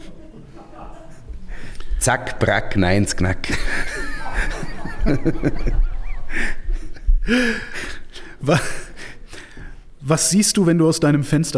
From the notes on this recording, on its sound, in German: Diese Episode wurde am Tegernsee vor Publikum aufgezeichnet.